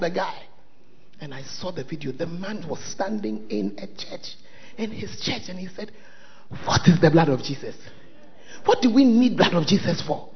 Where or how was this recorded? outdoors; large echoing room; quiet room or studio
large echoing room